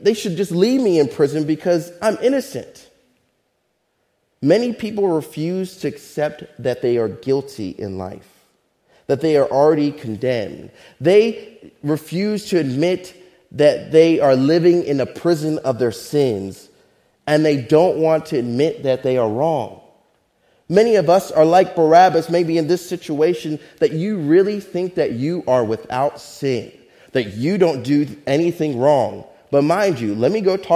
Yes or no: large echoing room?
yes